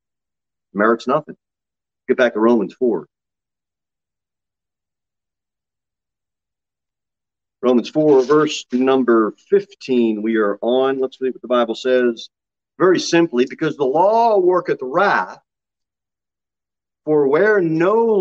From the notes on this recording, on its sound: Sermon delivered at Pilgrim Baptist Church. Pilgrim Baptist Church is a bible-believing, independent Baptist church.